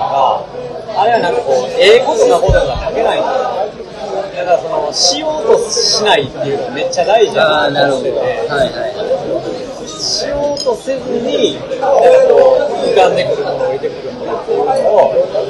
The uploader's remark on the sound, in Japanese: 居酒屋トーク。雑音がきつくてすいません。